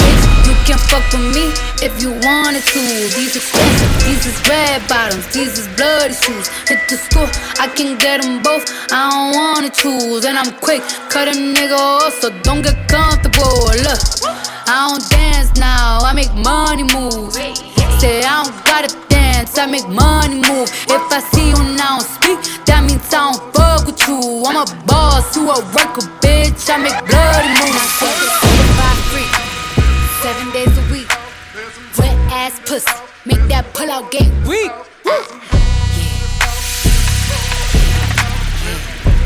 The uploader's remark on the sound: ATLANTIS - QUEENS NYC - LIVE AUDIO